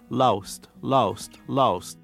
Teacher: Instead of lost, which is what he would do for L-O-S-T, you're hearing more of a loust · Term: Appalachian drawl